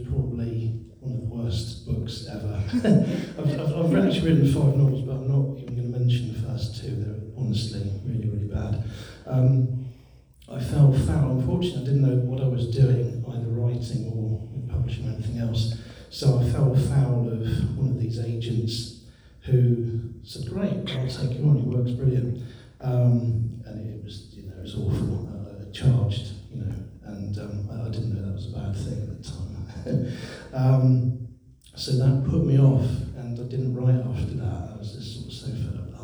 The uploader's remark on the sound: The second panel from the Darkside of Brighton Festival held at the Old Ship Hotel in Brighton.